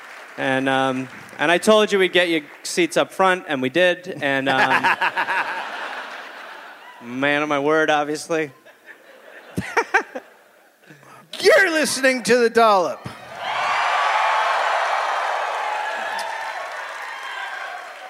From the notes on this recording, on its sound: Recorded live in Durham, NC.